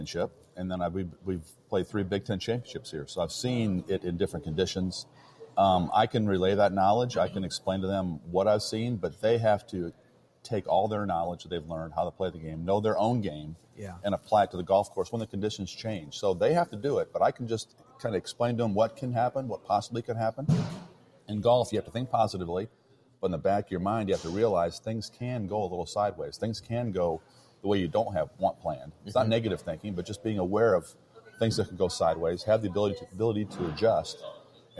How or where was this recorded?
busy venue